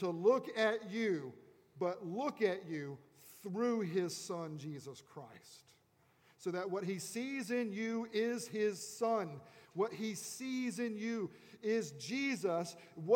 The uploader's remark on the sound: At Redeemer Presbyterian Church in Charleston, SC